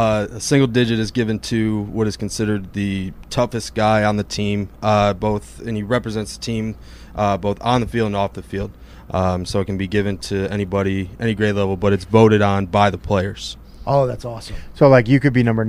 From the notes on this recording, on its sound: record the show live from the box truck in Greenville, North Carolina